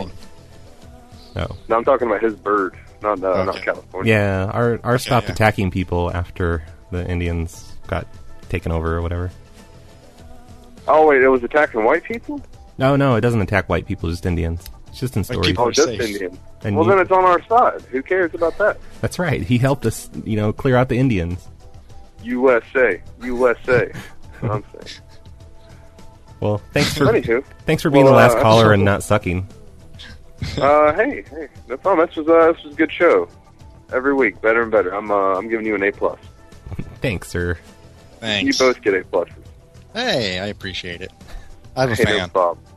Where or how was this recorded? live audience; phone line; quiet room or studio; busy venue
phone line